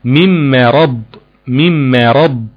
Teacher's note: انت ما تخليش لسانك ياخد وضع التفخيم الا عندما يبدأ في نطق حرف الراء